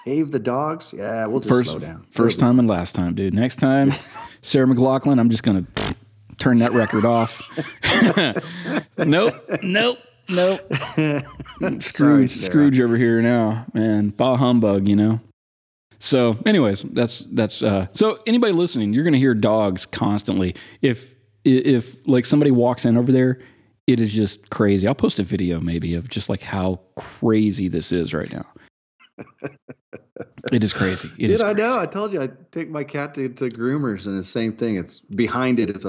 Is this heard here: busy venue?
no